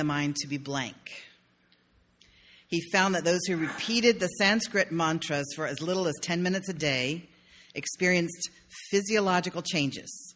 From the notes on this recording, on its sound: sermon delivered on May 1, 2016.